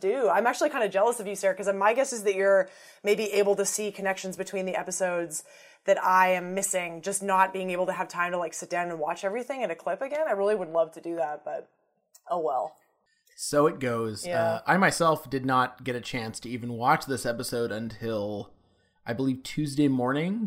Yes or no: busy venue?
no